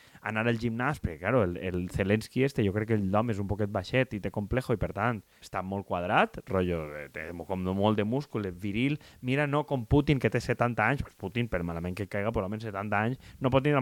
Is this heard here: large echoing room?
no